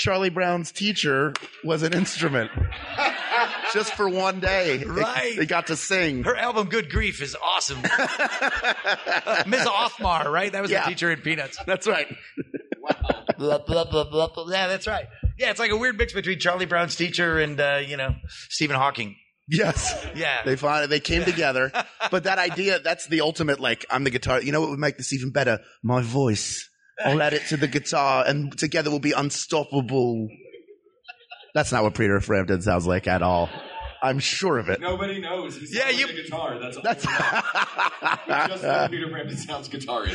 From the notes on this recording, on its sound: Recorded live at Dragon Con 2018.